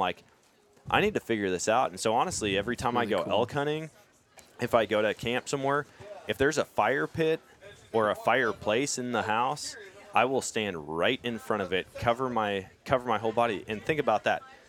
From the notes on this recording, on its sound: at The Nomadic Outdoorsman booth